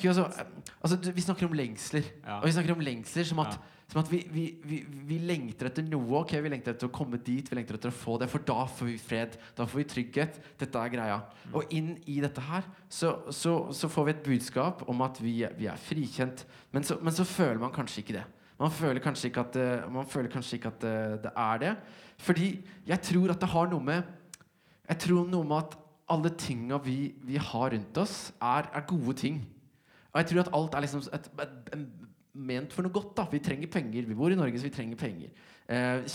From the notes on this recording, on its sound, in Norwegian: Liveopptak fra Glow-festivalen 2020